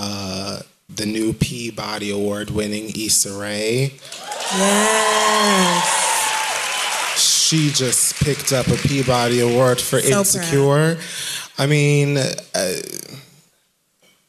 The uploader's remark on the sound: Live From Sony Hall 4/21